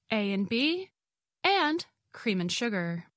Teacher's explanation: In A and B, the and gets reduced to n. So phrases like A and B or cream and sugar become A and B and cream and sugar.